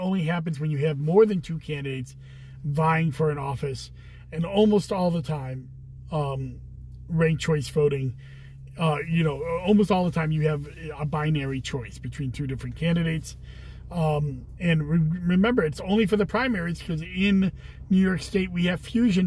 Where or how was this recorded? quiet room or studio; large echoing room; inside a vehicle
inside a vehicle